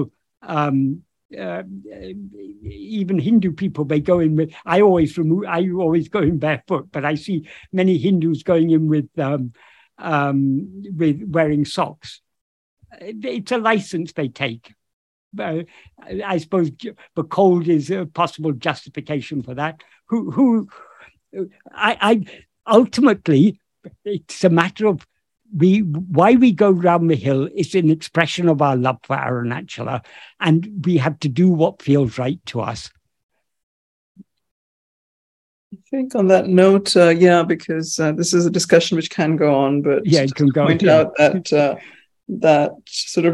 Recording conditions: video call